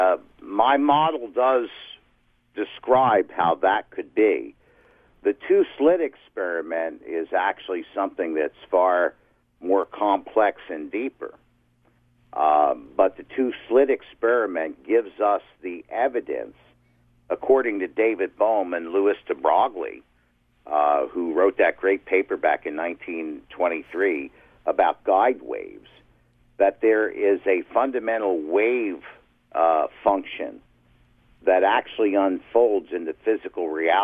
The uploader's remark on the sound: OPEN LINES. Took a call from a woman in Oshawa. Another caller from Rochester, New York.